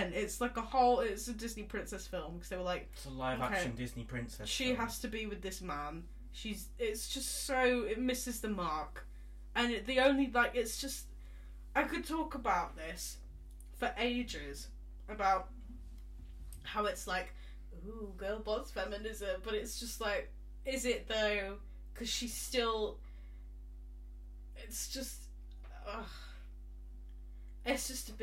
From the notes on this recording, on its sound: In this makeshift podcast. Sorry for any rubbish sound/camera quality, we aren't professionals......yet!